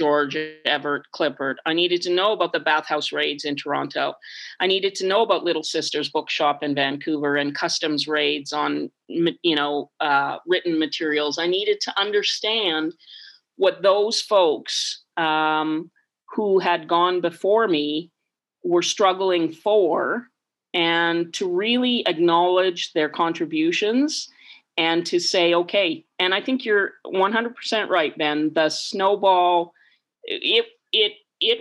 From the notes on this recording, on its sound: Over zoom from her home in Victoria.